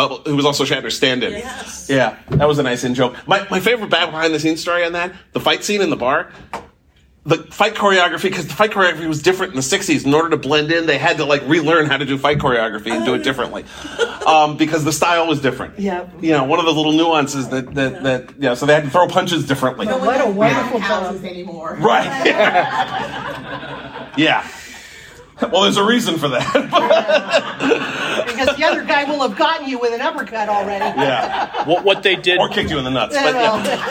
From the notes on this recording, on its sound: Panel at Farpoint Con 2023